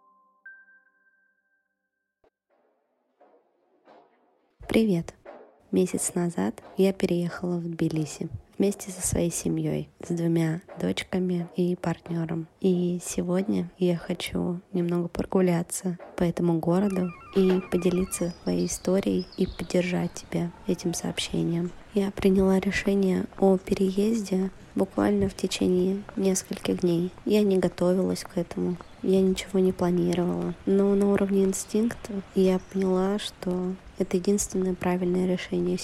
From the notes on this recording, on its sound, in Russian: Это сообщение для тебя я записала, прогуливаясь по теплому Тбилиси. Голосовое сообщение.